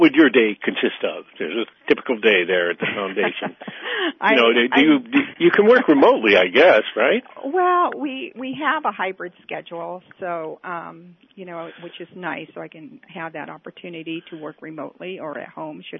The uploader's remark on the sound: Joining us today on the phone